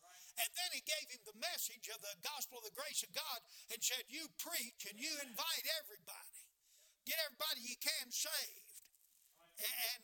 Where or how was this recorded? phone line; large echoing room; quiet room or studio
large echoing room